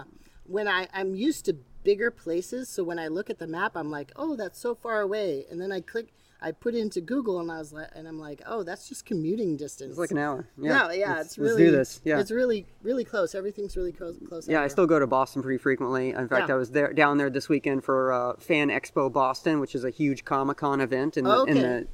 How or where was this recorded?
outdoors